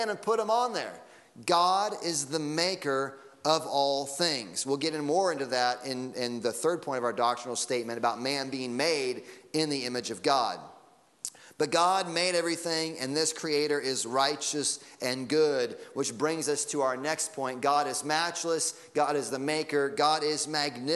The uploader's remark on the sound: Sunday Morning Sermon Audio